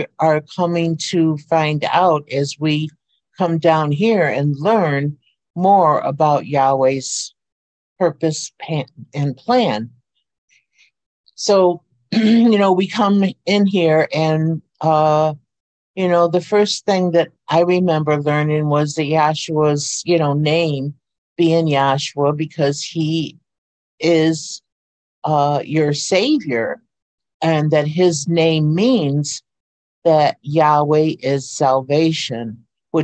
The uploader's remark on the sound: Oceanside Zoom Class